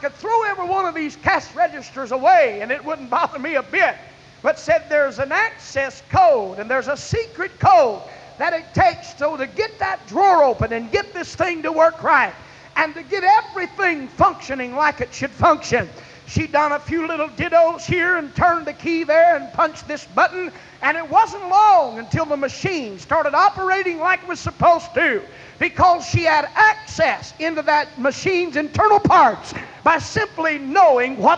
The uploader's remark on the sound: This excerpt was taken from a message preached at First Apostolic Church in North Vernon, Indiana.